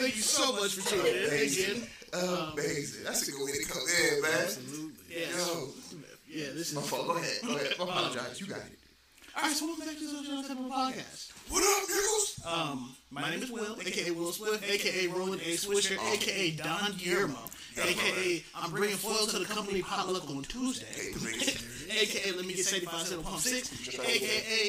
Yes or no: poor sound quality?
yes